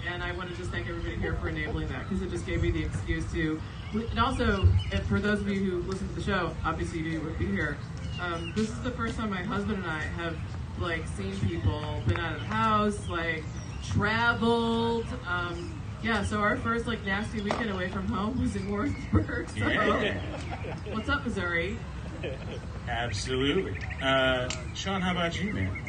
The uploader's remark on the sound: LIVE from the amphitheater in Stephen's Lake Park in Columbia, MO